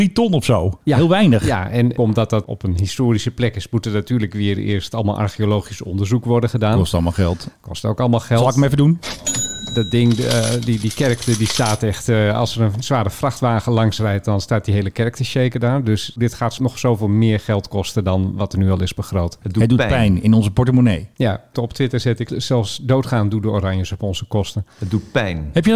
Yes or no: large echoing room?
no